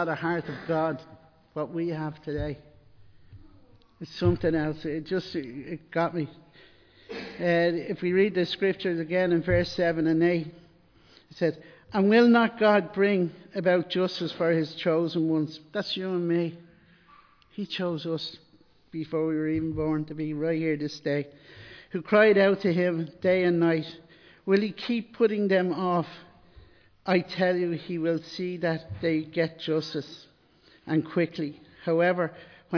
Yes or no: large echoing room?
yes